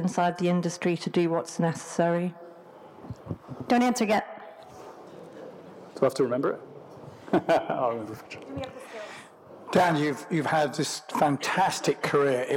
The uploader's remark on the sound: on stage at the Festival of Place